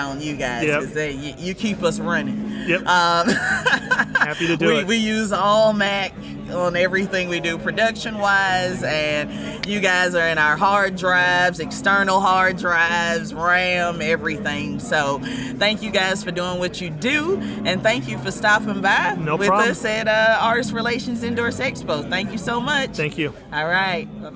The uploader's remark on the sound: We speak with a few of the attendees of Artist Relation's Endorse Expo. We also interviewed manufacturers like IK Multimedia and Fir IEMs on their latest gear revealed for Summer NAMM 2021!